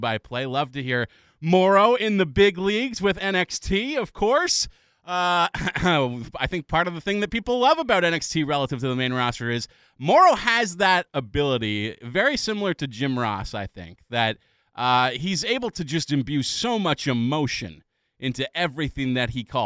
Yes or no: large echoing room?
no